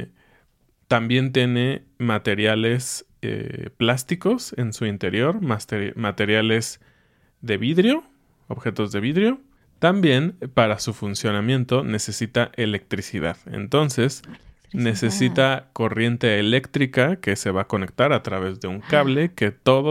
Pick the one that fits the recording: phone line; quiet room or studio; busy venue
quiet room or studio